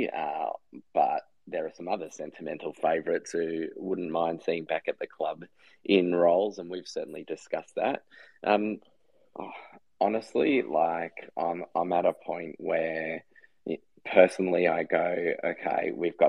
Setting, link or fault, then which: link, video call